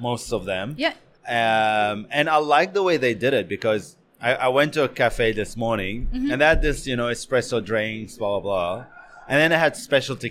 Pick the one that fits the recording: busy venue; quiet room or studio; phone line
busy venue